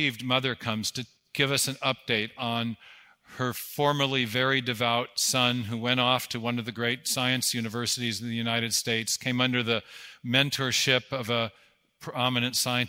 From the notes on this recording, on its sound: 2023 Dallas Conference on Science and Faith